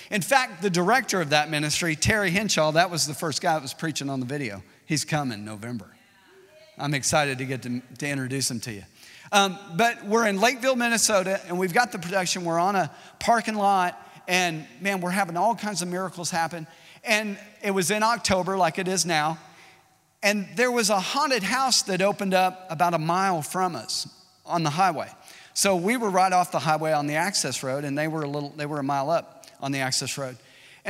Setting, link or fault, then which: setting, large echoing room